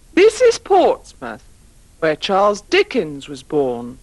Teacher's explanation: you have to use the falling tune twice